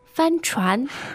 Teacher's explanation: The tones there sound first and second